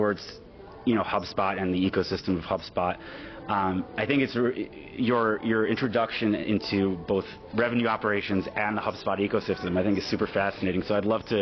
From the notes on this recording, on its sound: on the sidelines of the HubSpot Inbound conference